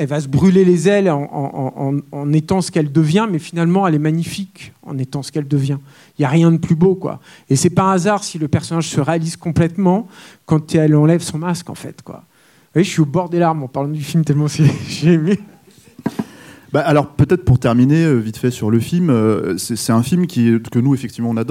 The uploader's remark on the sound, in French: La captation de cette présentation a eu lieu le 25 septembre 2021, lors de la projection de BATMAN LE DÉFI à LA SÉANCE CAPTURE MAG qui s'est déroulée au Club de l'étoile.